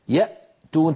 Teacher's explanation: تجدون بأن الصوت قد انقفل تماما عند الهمزة